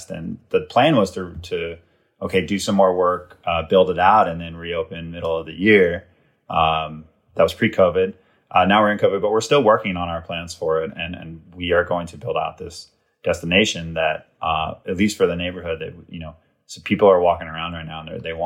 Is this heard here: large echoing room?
no